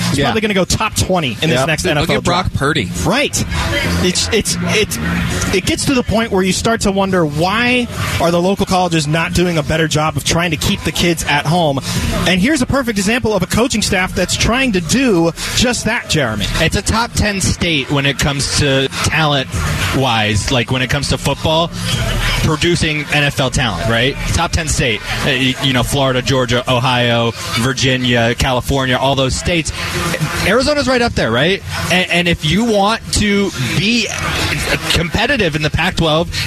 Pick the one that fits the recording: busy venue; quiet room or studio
busy venue